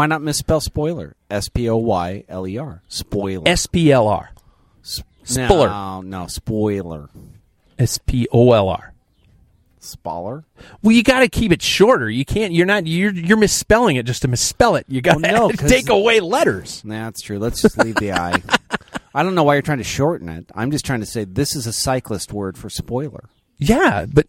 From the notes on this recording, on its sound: enjoying the outdoors